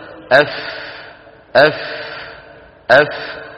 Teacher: أطراف الثنيتين العليين على بطن الشفة السفلى · Term: الفاء